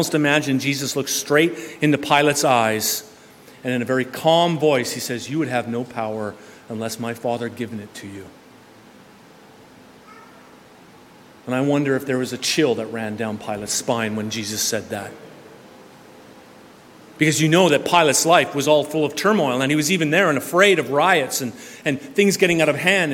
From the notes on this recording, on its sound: This sermon was preached at New West Community Church, British Columbia.